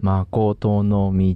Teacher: 「チ」っていう無声音の無声性のおかげであの母音がほとんど聞こえなくなっちゃう · Term: 無声化